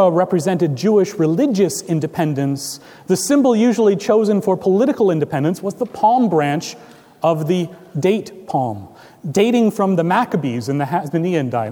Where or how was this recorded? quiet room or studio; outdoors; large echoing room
large echoing room